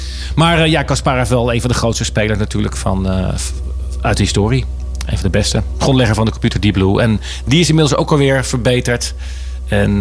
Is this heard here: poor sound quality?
no